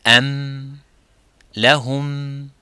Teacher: Il s'agit du mime qui doit être prononcé clairement comme avec Itbaq, euh, qui euh, désigne la rencontre des lèvres · Term: Izhar Shafawi